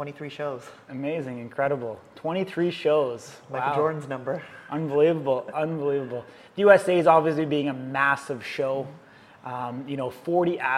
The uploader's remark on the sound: join us on location at Truth Gym Gallery in Victoria, BC